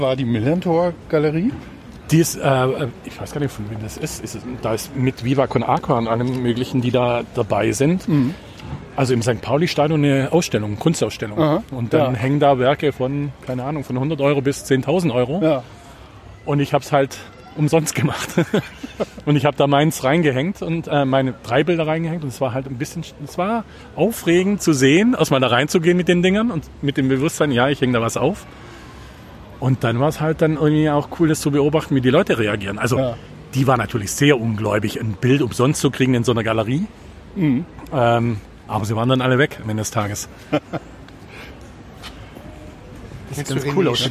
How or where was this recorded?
outdoors